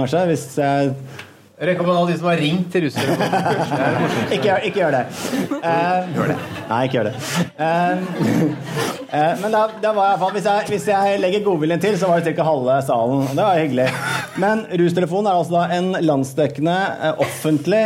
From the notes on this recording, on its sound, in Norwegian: Podcasten er spilt inn live på Blindern med publikum i salen.